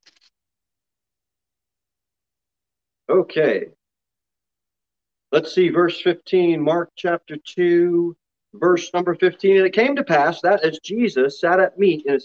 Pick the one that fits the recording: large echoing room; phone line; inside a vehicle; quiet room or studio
large echoing room